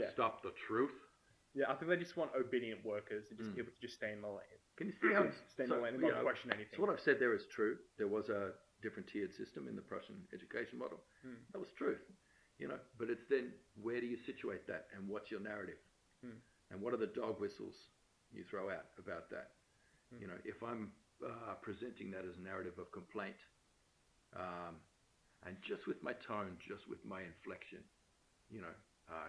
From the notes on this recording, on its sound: Sound for this episode isn't great.